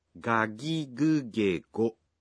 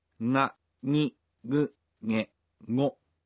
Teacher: In Japanese, you pronounce g in the initial syllables of words as a voiced g, like ガギグゲゴ。 But for other syllables such as すぐ、 you pronounce the g sound as a nasal. · Shown in: second take · Term: voiced nasal